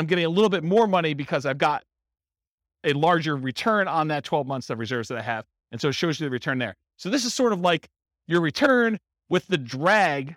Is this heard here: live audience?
yes